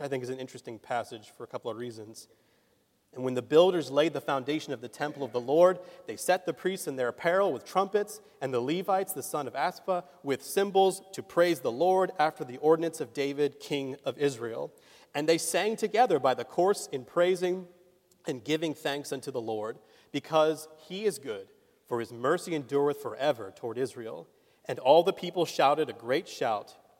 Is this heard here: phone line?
no